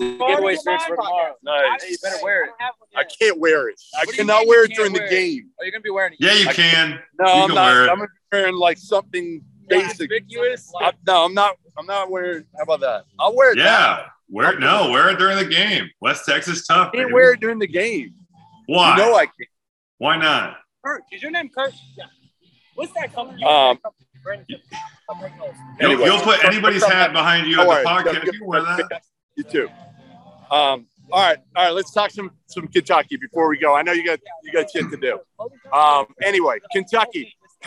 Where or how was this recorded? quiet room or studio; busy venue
busy venue